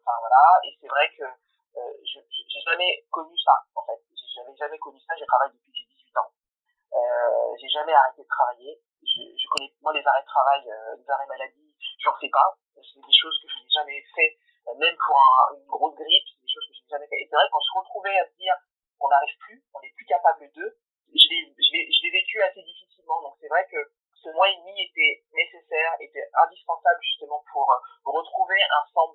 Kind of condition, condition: fault, poor sound quality